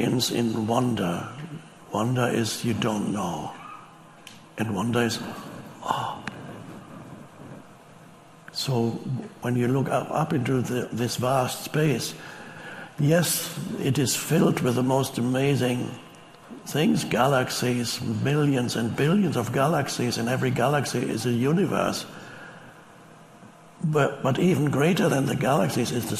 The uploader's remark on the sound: Talks to a live audience. He says ‘Aloha’ to the crowd.